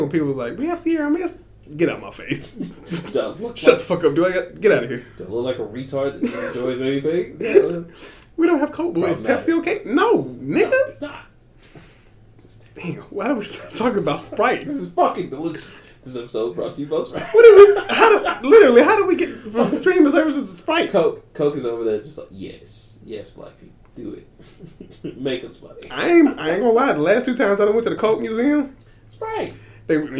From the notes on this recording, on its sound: Sorry about the audio issues this week